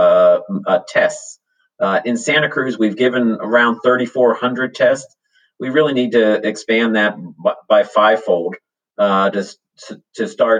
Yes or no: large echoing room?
no